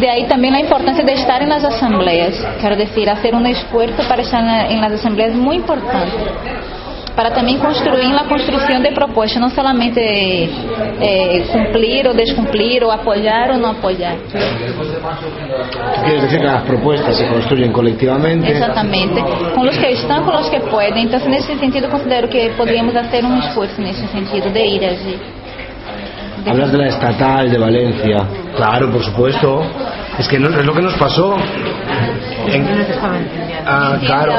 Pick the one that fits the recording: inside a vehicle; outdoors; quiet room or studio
outdoors